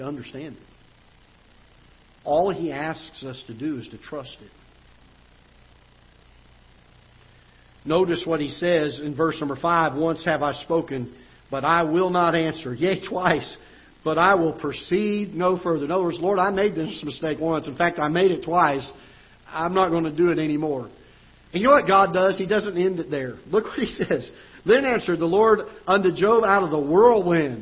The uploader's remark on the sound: Ketha Heights Baptist Church ~ Live Broadcast